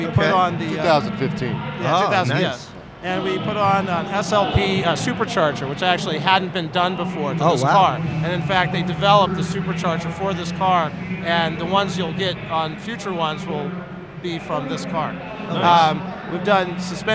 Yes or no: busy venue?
yes